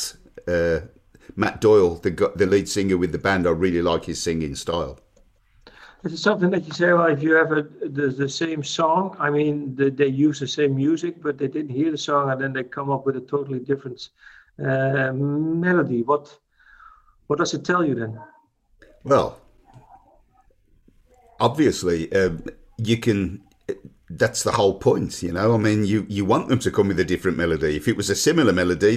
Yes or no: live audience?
no